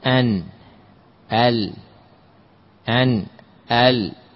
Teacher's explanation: أنت انظر لما تقول أن، لكن اللام بالحافة بجانب اللسان، والنون بطرف اللسان